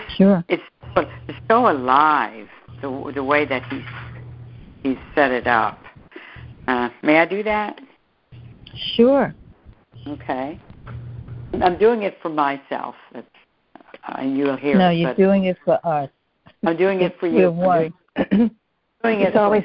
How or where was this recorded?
phone line